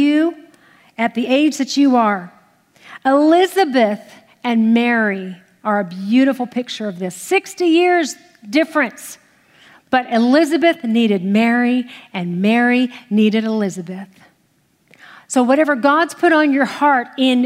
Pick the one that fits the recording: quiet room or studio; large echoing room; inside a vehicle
large echoing room